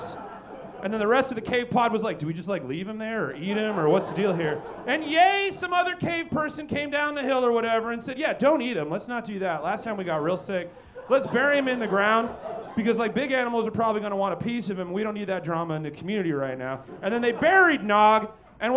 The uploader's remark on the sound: Recorded LIVE at Chicago’s Historic Green Mill Lounge on December 9th 2023 for The Paper Machete